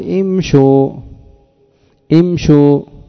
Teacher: أبدل من كسرة الشين ضمة فصارت امشوا